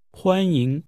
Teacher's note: The tones are high level and rising.